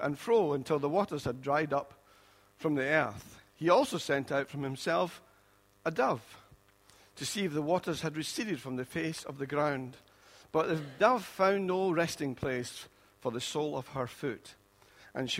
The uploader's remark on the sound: Recorded at freedomcentre church, Preston on Sunday 4th December 2016